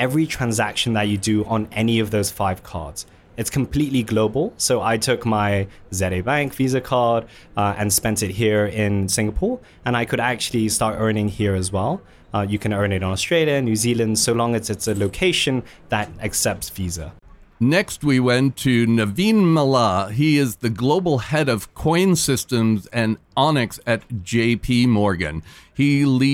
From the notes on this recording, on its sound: LIVE from Singapore Fintech Festival. Today, we have been live at Singapore Fintech Festival.